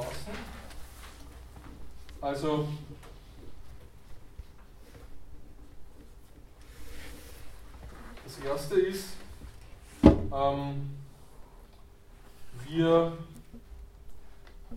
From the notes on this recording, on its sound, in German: Diese Vorlesung wurde von Studierenden aufgenommen